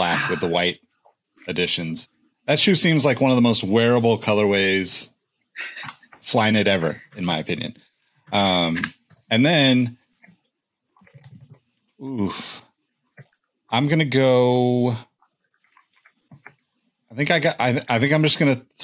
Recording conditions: video call